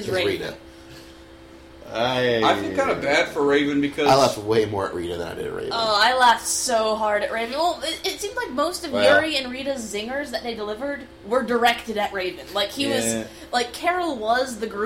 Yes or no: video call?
no